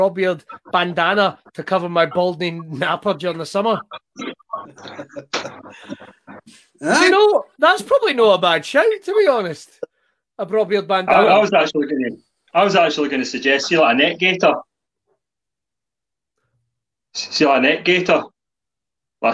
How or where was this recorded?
video call